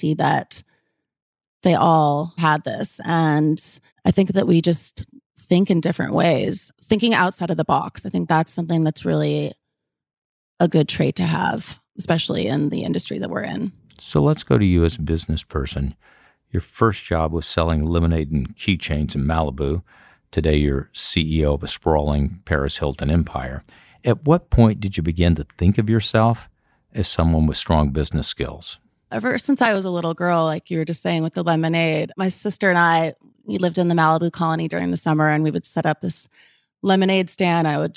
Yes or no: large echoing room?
no